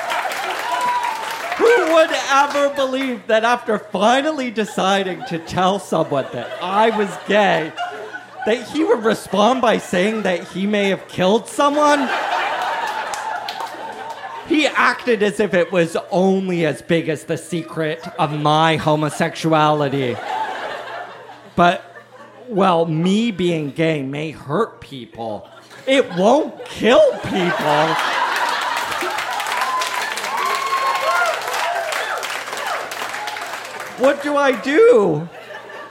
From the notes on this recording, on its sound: Recorded live at The Company House in Halifax, NS.